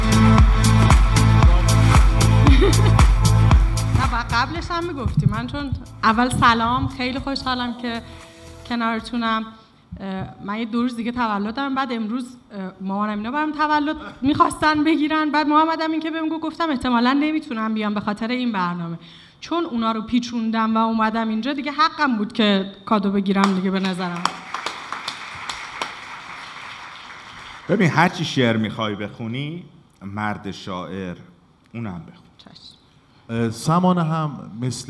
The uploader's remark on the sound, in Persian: این اجرای زندهی ما به تاریخ هفتم مردادماه ۱۴۰۰ است که به بهانهی آغاز پنجمین سال فعالیتمان به صورت زنده ضبط و حالا منتشر میشود.